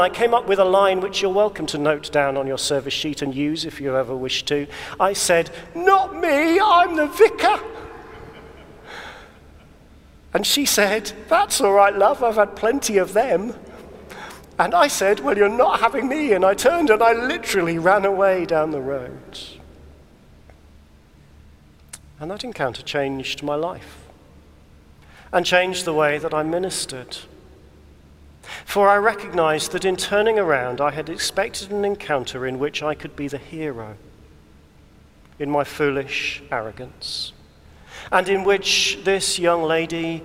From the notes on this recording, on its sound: recorded at the Crozier Service in Chester Cathedral